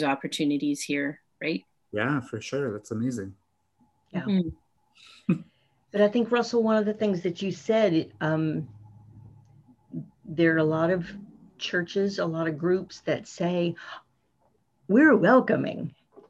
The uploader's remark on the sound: we were able to catch up with one another over Zoom